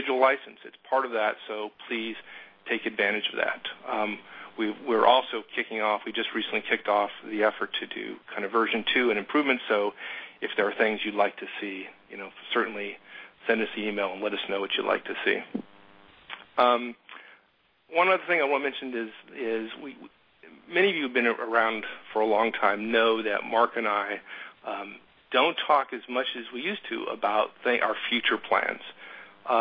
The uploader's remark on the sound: November 2011 Conference Call